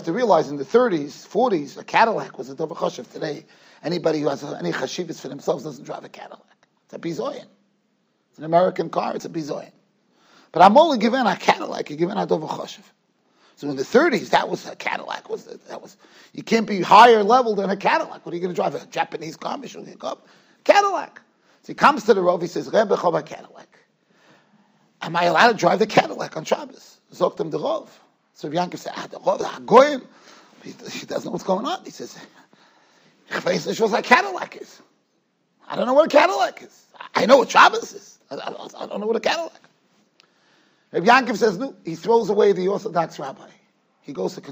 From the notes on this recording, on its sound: Shiur recorded in Yeshivas Ohr Reuven, Monsey, NY.